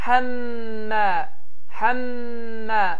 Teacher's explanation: Düzgün tələffüz həmmə, həmmə və səs əlbəttə ki, burundan çıxır və bildiyiniz kimi mim hərfi qunnə hərflərdəndir və xayşunla, yəni burun kanallarından tələffüz olunaraq burunda tam bir şəkildə tələffüz olunur. Həmmələtəl hətabı, hətabı, hətabı deyərək tələffüz olunur və burada yenidə vəslə var, sonra ləm sukundudur, sonra hə boğaz hərfidir, ta qalındır və bə də yenidə qalqala olunur.